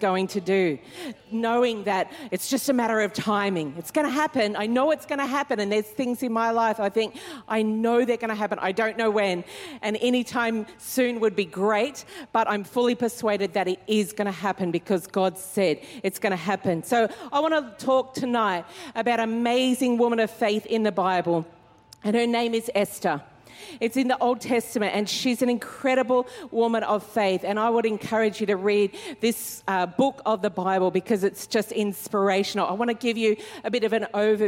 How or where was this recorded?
live audience